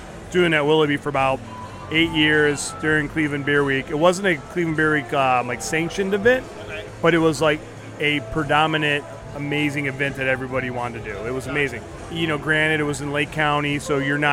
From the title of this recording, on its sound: Live From Night At The Brewseum